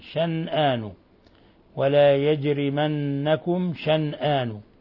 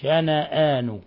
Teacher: قرأ ابن عامر وشعبة وأبو جعفر بالإسكان شنآن، ولا يجرمنكم شنآن، وقرأ الباقون بالفتح شنآن